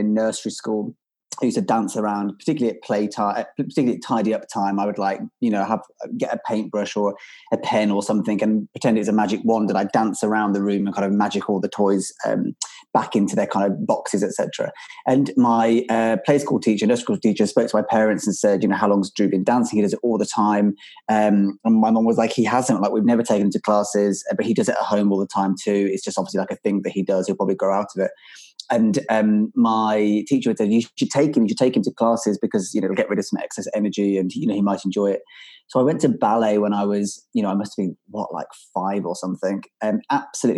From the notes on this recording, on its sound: This episode was recorded over Zoom